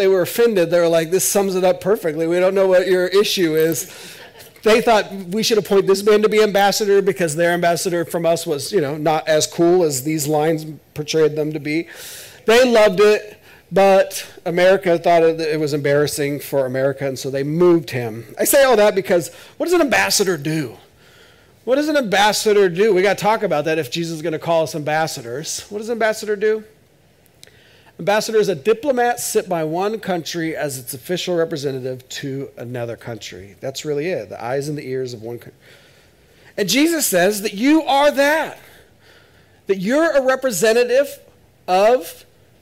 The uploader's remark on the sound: This is audio ripped from the Live Service video.